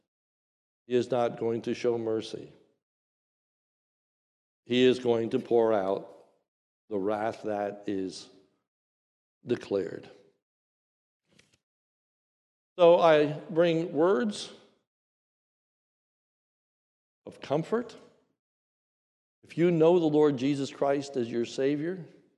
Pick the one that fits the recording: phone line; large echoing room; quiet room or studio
large echoing room